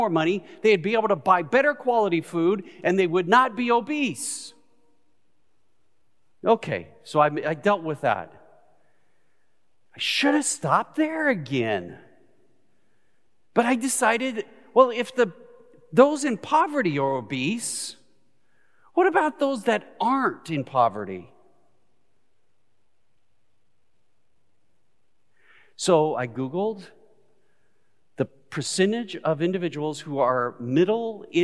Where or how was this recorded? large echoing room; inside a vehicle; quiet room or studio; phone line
large echoing room